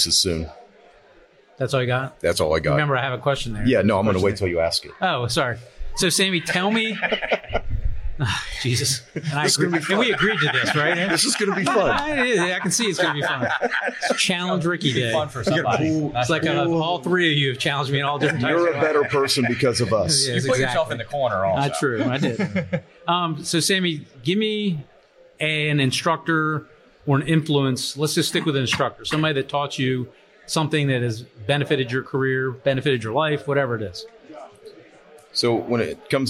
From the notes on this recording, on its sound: Live at FDIC. Host a livestream discussion from FDIC International 2023.